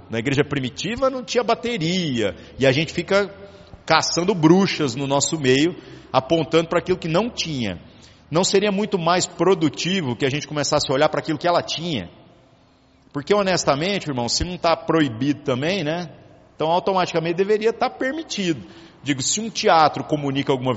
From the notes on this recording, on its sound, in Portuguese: Gravado em 17/07/2019 na Igreja Sal da Terra - Manifesto, em Uberlândia-MG. Culto semanal de exposição Bíblica.